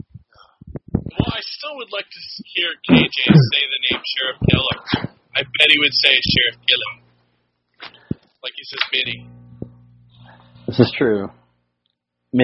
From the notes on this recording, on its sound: So this is a pretty spectacular fail on the audio-quality side, but we are working to try and fix/recover what we can.